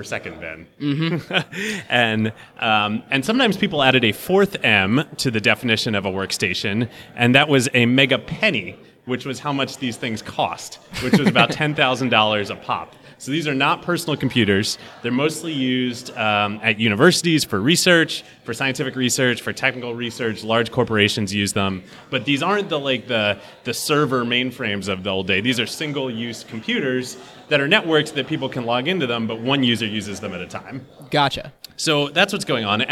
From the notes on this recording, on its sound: Live show at the GeekWire Summit. Broadcast live from the 2016 GeekWire Summit.